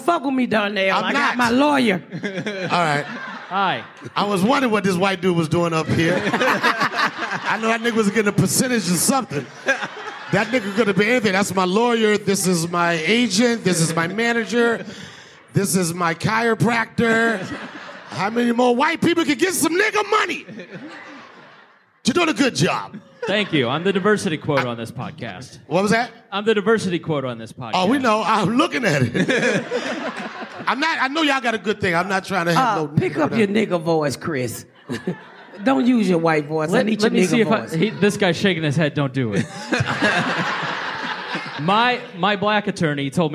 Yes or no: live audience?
yes